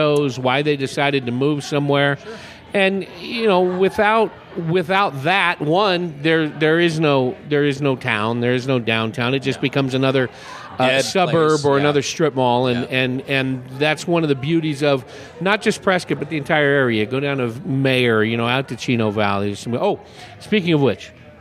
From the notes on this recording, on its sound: Recorded at The Back Alley Wine Bar on…behind Prescott’s Whiskey Row. Recorded at The Back Alley Wine Bar on…behind Prescott’s Whiskey Row.